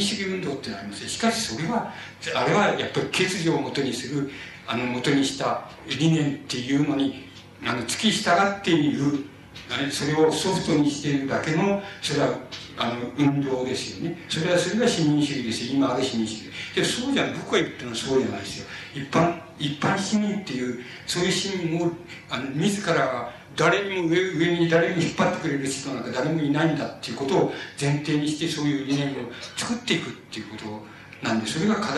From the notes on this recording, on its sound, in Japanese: 主催：白梅学園短期大学 場所：白梅学園短期大学。音質はあまりよくないが、 ステージ近くで録音されたため、 内容は聞き取ることができる。